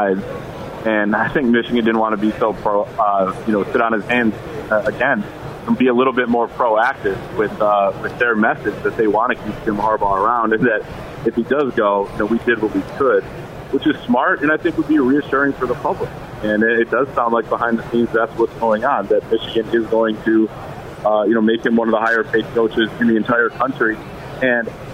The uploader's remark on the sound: Today, we're broadcasting live from the Ultimate Fishing Show Detroit which runs through Sunday at the Suburban Collection Showplace in Novi.